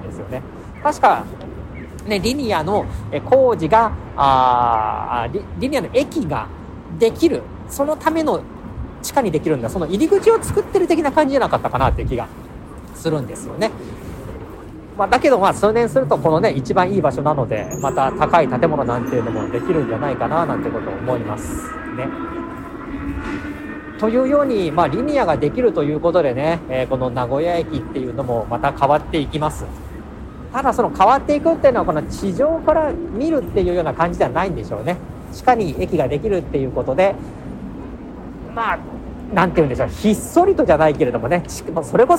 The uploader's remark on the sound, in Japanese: 現在の名古屋駅交差点。解体・撤去工事が始まっているモニュメント「飛翔」があった名古屋駅交差点にて収録しています。